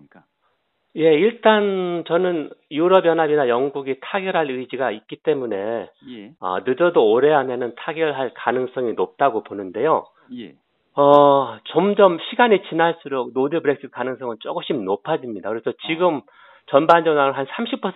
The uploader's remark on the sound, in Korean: 대구 MBC 여론현장 전화연결 2018년 10월 23일 화요일 0848~0855